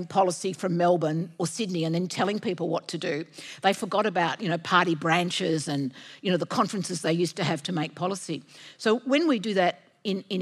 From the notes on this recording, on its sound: At Antidote 2022. This event was recorded live at the Sydney Opera House in September 2022.